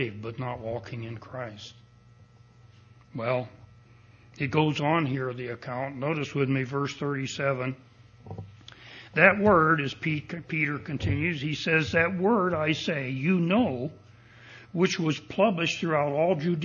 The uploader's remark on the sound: Recording of the sermon